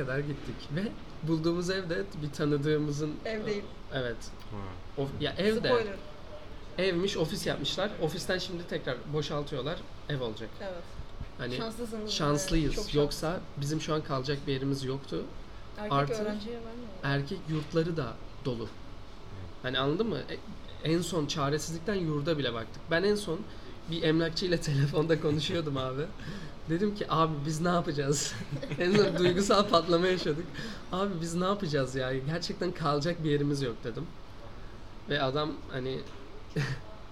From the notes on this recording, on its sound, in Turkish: Bölüm İmge Kitapevinde kaydedildi ses için sry